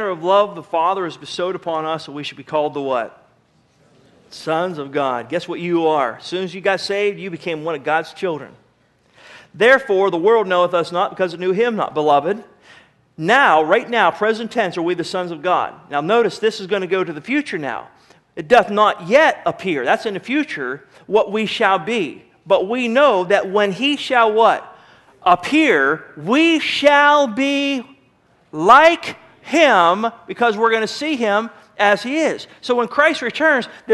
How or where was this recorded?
large echoing room